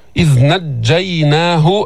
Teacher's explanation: إذ نجيناه، الجيم مشددة، الجيم تخرج من وسط اللسان مع ما يحاذيه من الحنك الأعلى، مقدم وسط اللسان يلتصق بالحنك الأعلى من المجموعة الشجرية، من شجر اللسان يعني من وسط اللسان.